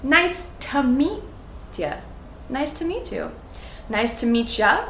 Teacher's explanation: we say these words all together, so it almost sounds like one big long word